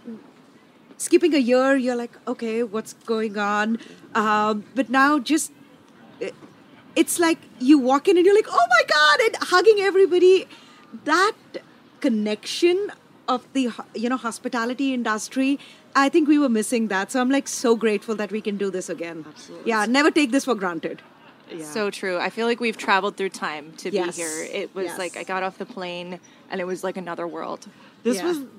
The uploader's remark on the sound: Charleston Wine + Food 2022. Stops by the HRN tent in the culinary village.